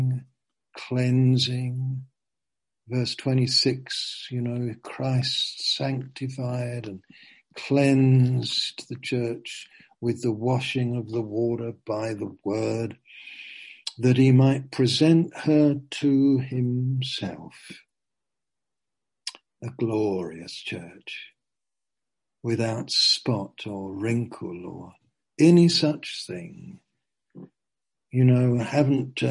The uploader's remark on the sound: Zoom